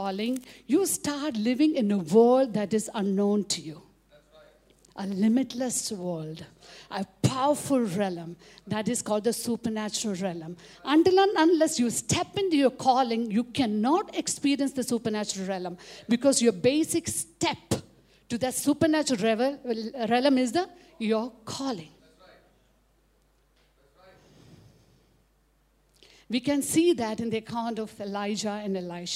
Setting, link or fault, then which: setting, live audience